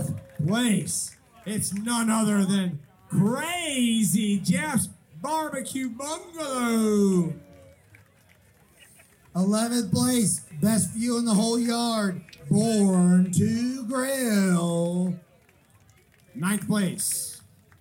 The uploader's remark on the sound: LIVE at Hogs For The Cause 2019. Join me as I wander around the always incredible Hogs for the Cause Charity BBQ Festival.